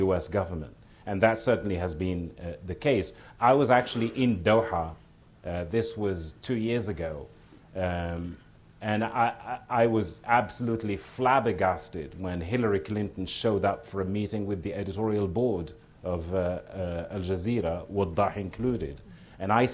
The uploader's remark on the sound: at the Shorenstein Center's 25th anniversary celebration